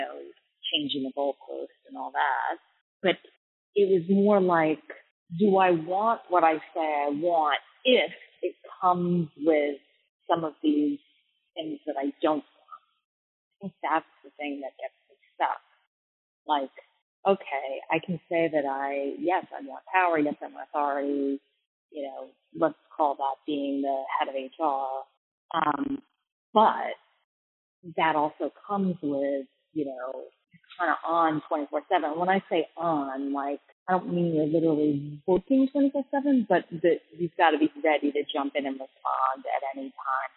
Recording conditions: poor sound quality